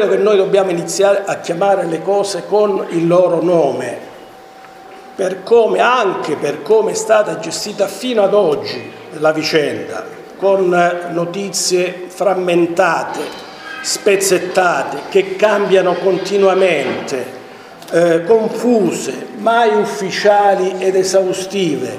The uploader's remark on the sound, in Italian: Registrazione integrale della conferenza stampa organizzata dalla sezione PD di Cittanova.